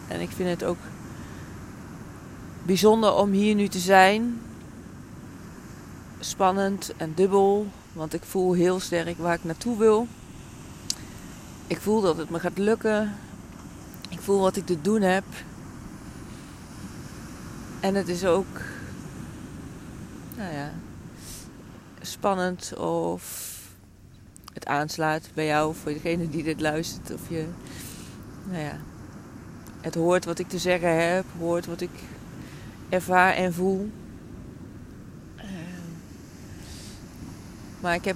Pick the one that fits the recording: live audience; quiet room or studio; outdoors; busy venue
outdoors